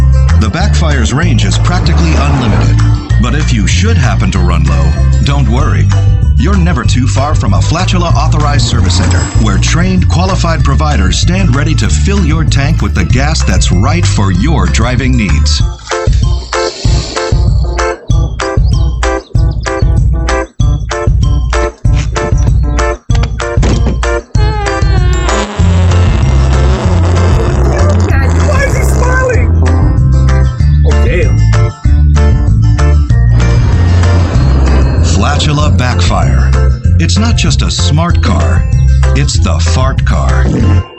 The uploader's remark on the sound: TECHNICAL DIFFICULTIES!!!!!